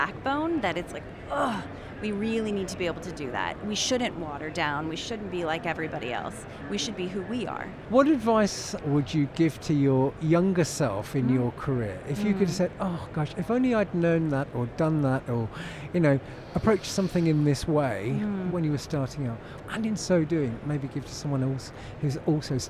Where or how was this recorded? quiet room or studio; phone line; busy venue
busy venue